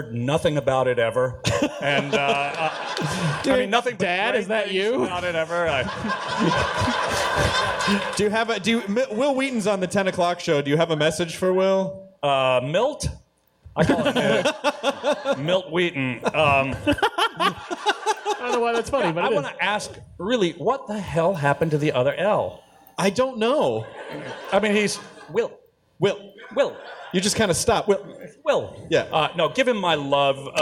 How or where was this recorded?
live audience